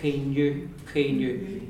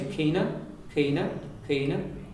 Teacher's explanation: it's a double N in Ulster, in most of Ulster · Shown in: first take